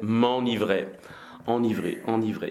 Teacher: the E-N at the beginning can be a nasal sound, but then we still say the N